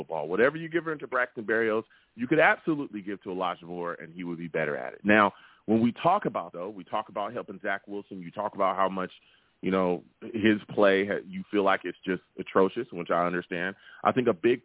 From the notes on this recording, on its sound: Tonight, live at 7pm eastern. I take live callers!